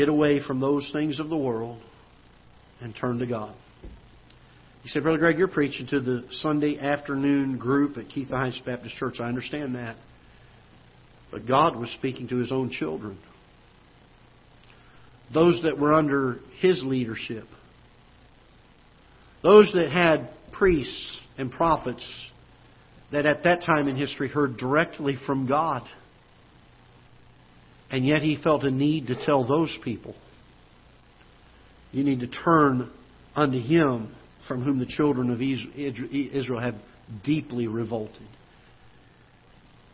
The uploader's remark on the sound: Ketha Heights Baptist Church ~ Live Broadcast